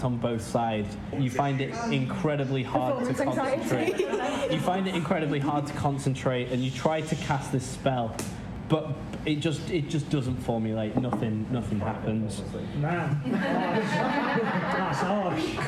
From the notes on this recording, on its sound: This is another episode from our backlog so apologies for the quality again. We have recently bought some new microphones and made changes to our recording set up so expect some improvement soon.